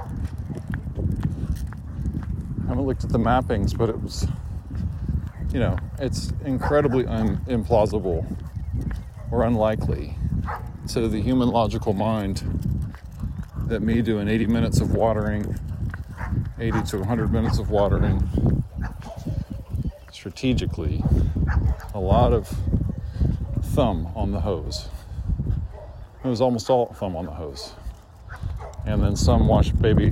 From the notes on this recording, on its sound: This audio was recorded, re: an experiment I ran while dog sitting for a friend with large canopy trees in Buda, Texas. This was recorded while walking. First on Remuda Trail, then Oxbow.